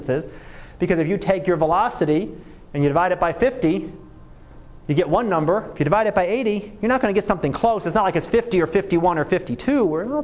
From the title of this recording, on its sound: Live Class Lecture